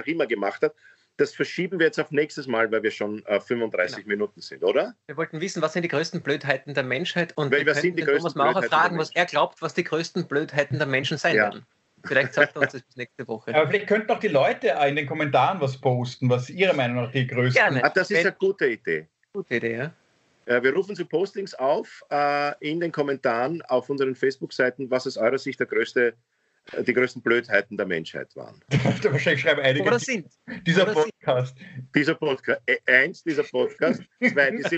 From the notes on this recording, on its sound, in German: Aufzeichnung einer ZOOM Session